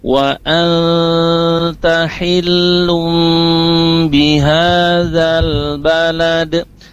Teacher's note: Jadi an sama lum itu ditahan sebentar selama dua harokat atau tiga ketukan ya. Ketukan ketiga baru lafaz huruf berikutnya. · Term: ikhfa